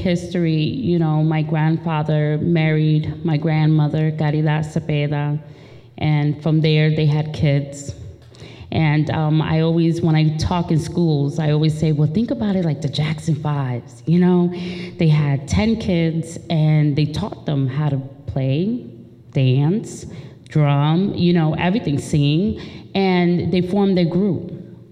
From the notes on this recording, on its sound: Offered a lecture at Wistariahurst Museum. Recorded at Wistariahurst Museum on April 17th, 2018.